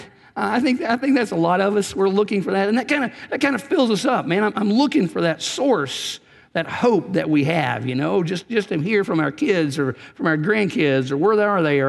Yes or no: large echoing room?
yes